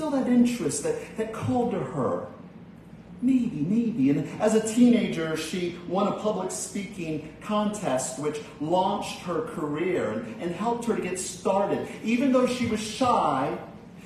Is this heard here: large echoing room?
yes